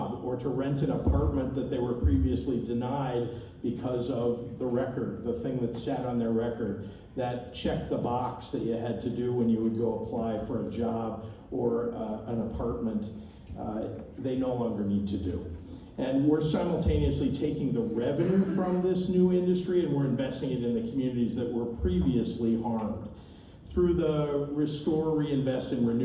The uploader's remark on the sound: Entire speech at Benzinga 2023. Recorded 9/28/23 in Chicago, IL.